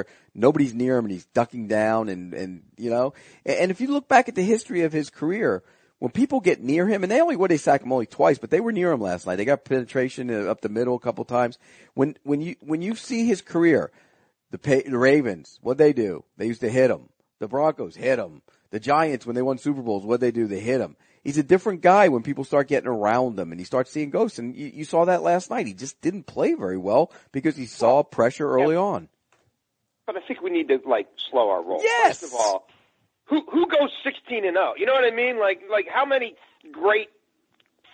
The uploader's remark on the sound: joins on the phone